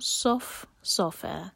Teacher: صاد heavy, فا light